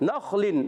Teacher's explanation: نون کو خا سے ملائیں گے، خا موٹا رکھیں گے